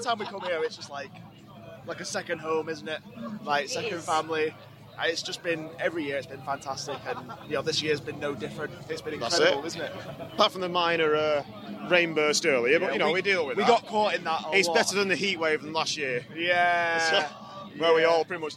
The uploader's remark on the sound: chat with us at Bloodstock